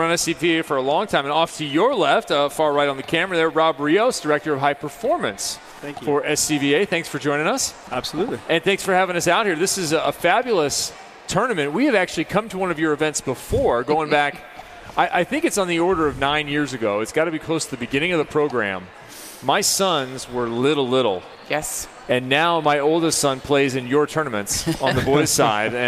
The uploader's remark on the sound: Travel to Las Veags with a special edition of The Net Live from the Red Rocks Rave tournament brought to you by the Southern Califonia Volleyball Association (SCVA).